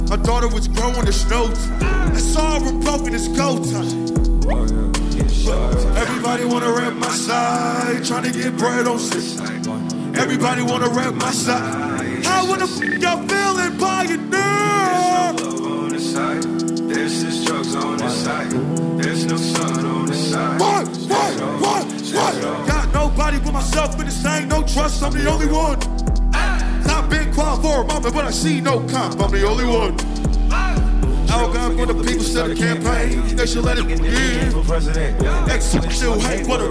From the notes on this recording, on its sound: This performance was recorded during the Virginia Avenue Music Festival at Pioneer last May. This performance was recorded during the Virginia Avenue Music Festival at Pioneer last May.